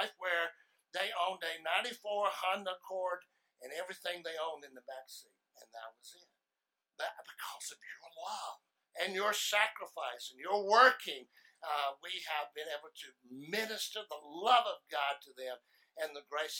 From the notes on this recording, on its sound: Sermon audio from first service November 17, 2019.